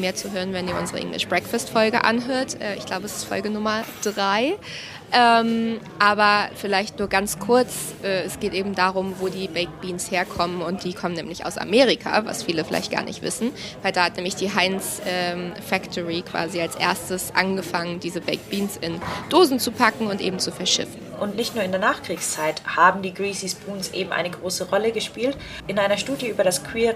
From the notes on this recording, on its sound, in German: Und genau in so einem Caff haben wir diese Folge aufgenommen. Das Regency Café in Westminster ist eines der bekanntesten Caffs in London.